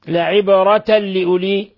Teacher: لعبرة، لعبرة لأولي، الباء ساكنة تقلقل، تنوين فتح جاء بعده حرف اللام، إضغام بغير غنة